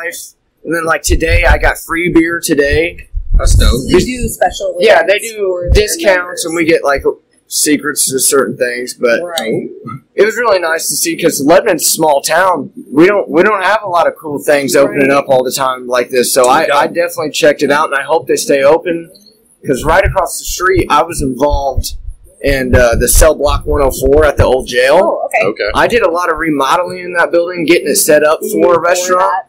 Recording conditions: poor sound quality